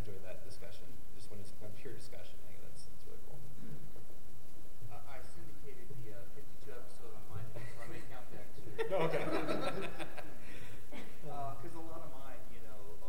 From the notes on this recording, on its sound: The San Diego Comic Con. This is the audio from the momentous second annual San Diego Comic-Con Comics Podcasters panel. Live from San Diego.